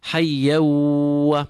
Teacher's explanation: We assimilate the tanween with the waw and we pull that waw · Term: idgham with ghunna